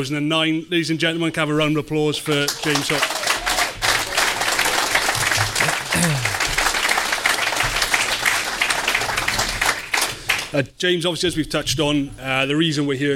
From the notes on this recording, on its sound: A special live episode of the Welsh Rugby Podcasts as we headed up to Cilfynydd RFC to record a bumper episode